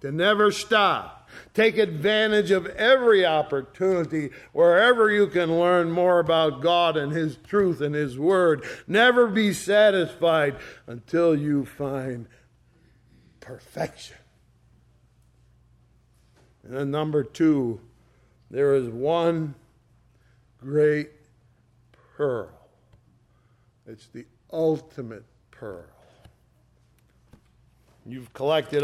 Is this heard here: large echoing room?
yes